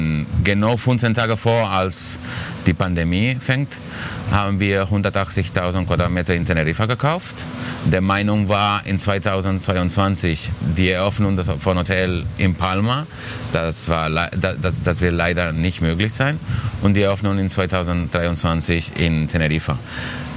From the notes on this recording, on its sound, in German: Von den Counterdays live Mallorca 2021. Oktober fand eines der ersten großen touristischen Live-Events statt.